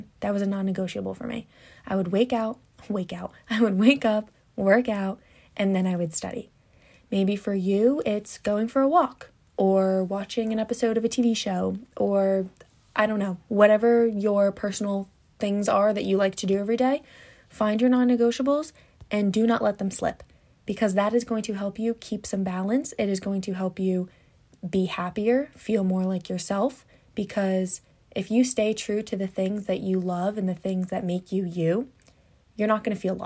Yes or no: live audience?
no